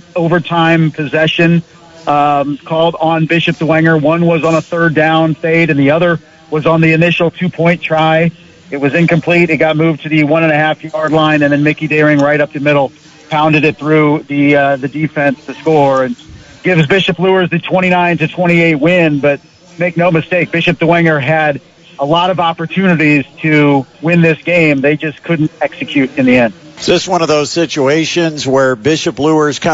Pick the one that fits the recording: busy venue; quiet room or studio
busy venue